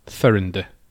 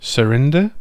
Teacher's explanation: Quenya did a shift like Spanish did, from a th to a s.